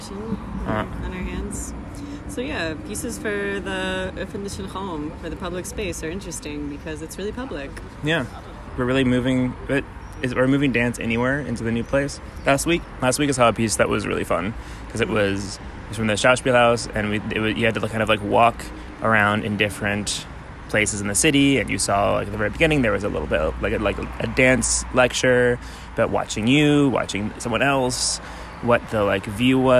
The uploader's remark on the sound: Sift through the field recordings, reverb, and background tram sounds to find your space!